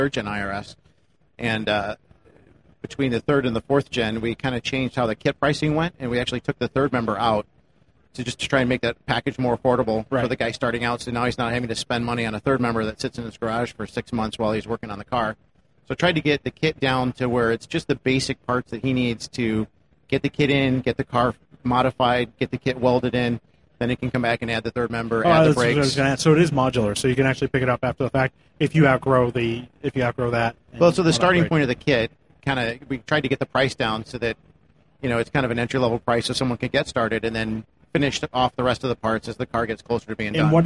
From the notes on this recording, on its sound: Live again from the Magnaflow stage at SEMA 2018